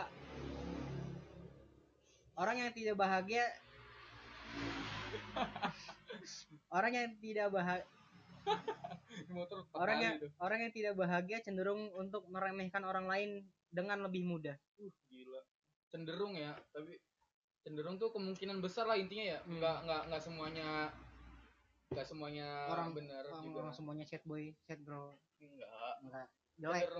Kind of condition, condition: fault, background noise